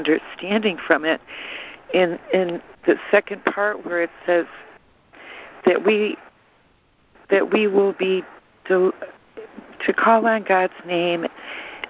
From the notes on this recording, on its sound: ACIM Daily Conference Call